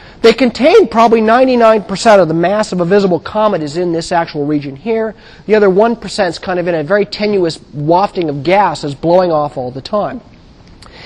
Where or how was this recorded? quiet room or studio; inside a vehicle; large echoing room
large echoing room